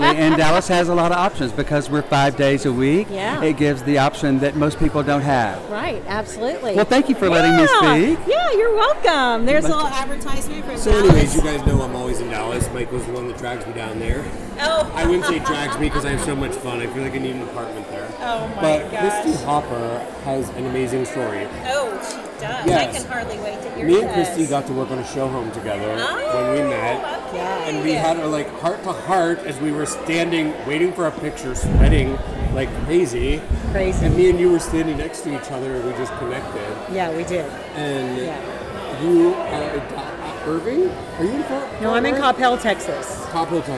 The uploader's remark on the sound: Live at the Phillips Collection